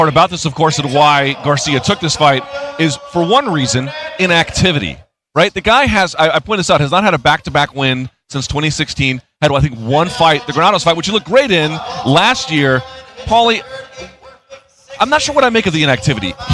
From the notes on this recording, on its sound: recorded live